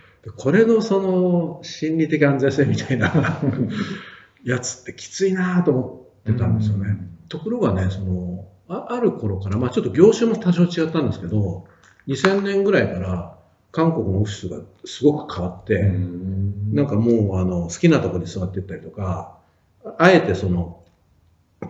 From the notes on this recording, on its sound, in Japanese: 旧マイクで音声ややわるいです